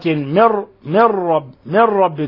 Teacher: وإنه للحق من ربك، لأن هذا الراء حرف تكرار فيتذبذب ويتردد ويتكرر، فنمنع هذا التكرار، نثبت التكرار ولكن لا نسمح بأكثر من تكرار واحد أو اثنين · Term: حرف تكرير